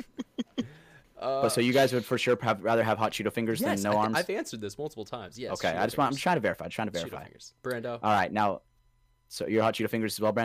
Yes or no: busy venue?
no